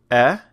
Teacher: Each one opens up just a little bit more, but all of them stay very forward with the back of the tongue lifted in the back of the mouth. And if you are looking at your chart, again, this is all going to be on the left side of the chart, moving from the highest down to the lowest. · Term: front vowels